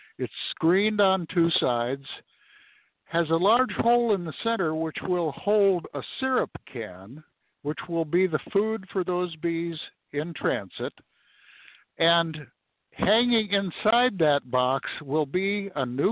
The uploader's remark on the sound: Live From The Honey Bee Yard